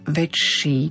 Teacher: Z hľadiska výslovnosti pozor na väčší, tam sa nám prelína sykavka.